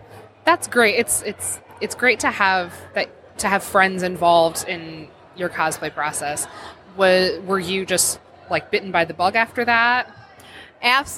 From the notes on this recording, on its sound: Live at LTU Expo.